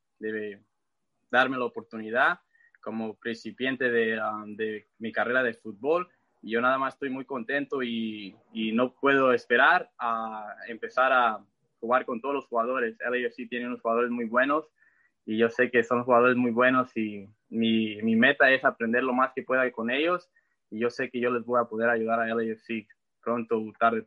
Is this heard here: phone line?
yes